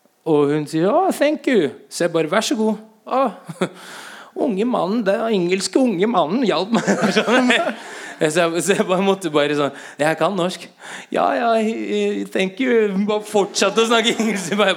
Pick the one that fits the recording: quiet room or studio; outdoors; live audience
live audience